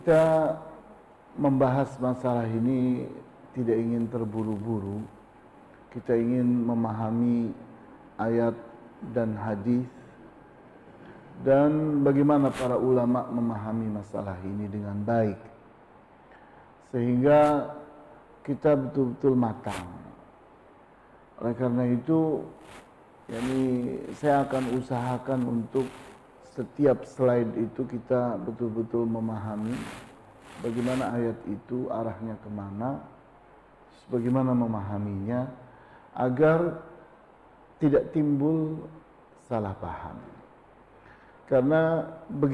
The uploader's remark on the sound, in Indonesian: LIVE STREAMING via Youtube MASJID AL-IHSAN CIPINANG MUARA 3